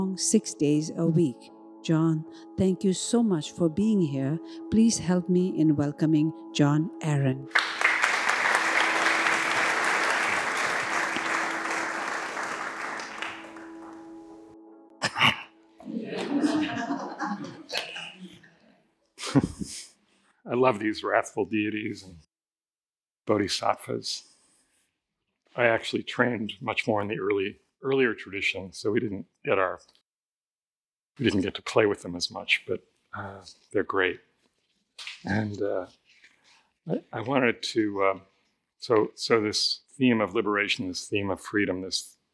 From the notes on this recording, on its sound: The Rubin Museum of Art presents a weekly meditation session. This podcast is recorded in front of a live audience.